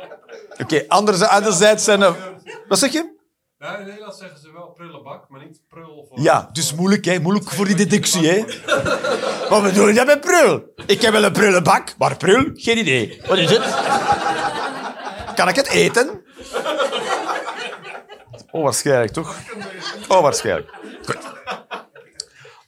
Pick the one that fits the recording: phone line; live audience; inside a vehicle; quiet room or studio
live audience